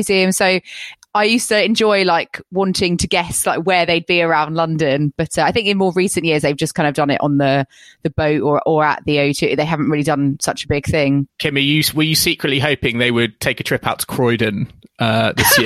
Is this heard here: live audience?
no